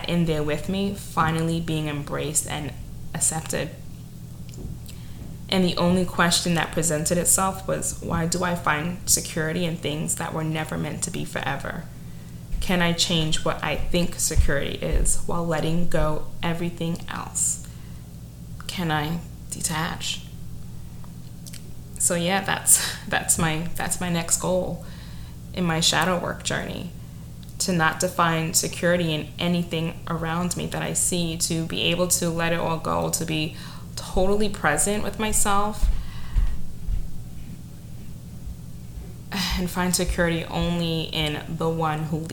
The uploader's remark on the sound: Yet another imperfect recording is that my upstairs neighbor was involved the entire time! The bricks on his feet and major movement.